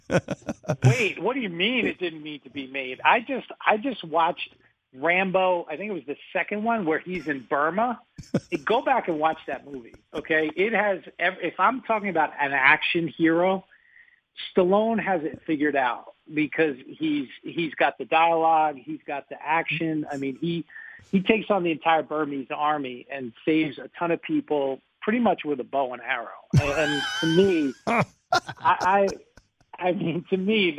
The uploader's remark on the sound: called in to the Ben and Skin show